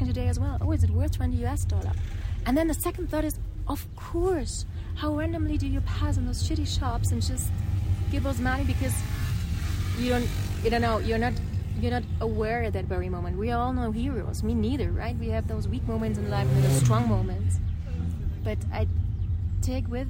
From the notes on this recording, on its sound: Live from a Guatemalan chicken bus